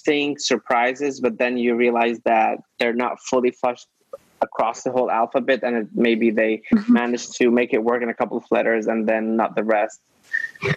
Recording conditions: video call